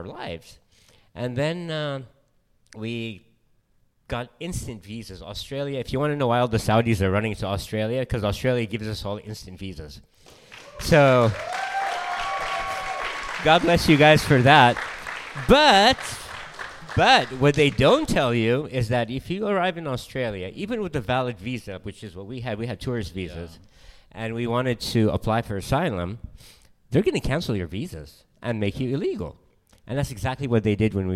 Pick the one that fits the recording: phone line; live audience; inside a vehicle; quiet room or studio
live audience